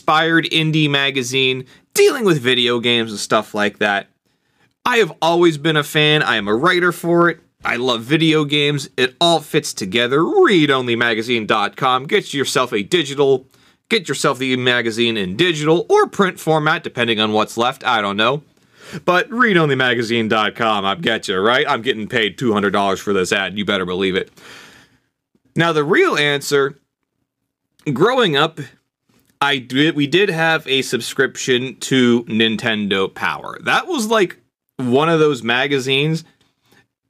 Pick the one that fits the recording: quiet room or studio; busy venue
quiet room or studio